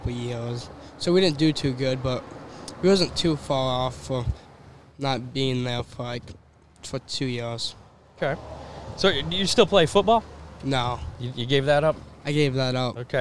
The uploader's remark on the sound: LIVE FROM BIG D's PIZZA.